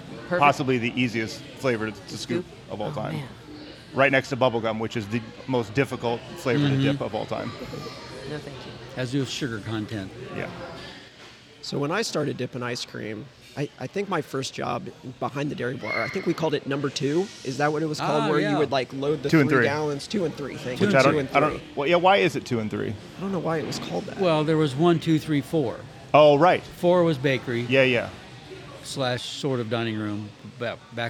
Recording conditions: sounds in the background